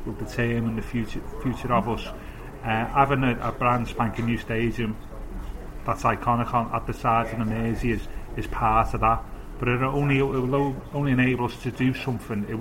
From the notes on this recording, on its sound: From the Bramley Moore pub, opposite the North Docks site where the stadium will be built.